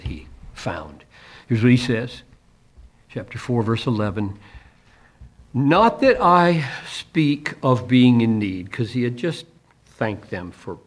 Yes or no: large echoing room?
yes